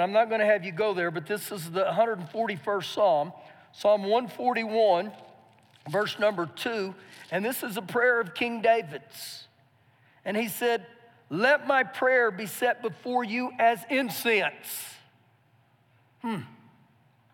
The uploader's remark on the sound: Recorded live during our Sunday morning service